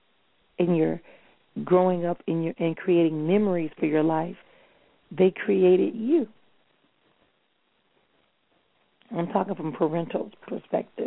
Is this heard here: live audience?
no